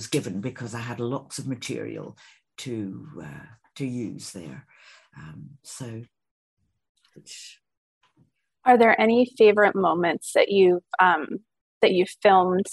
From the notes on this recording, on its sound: over Zoom for an exclusive interview